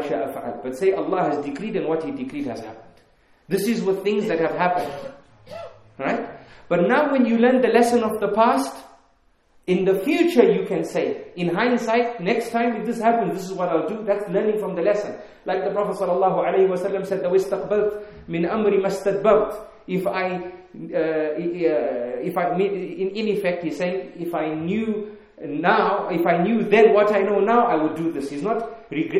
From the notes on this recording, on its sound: In this Lecture conducted at the Kensington Prayer Facility in Harare, Zimbabwe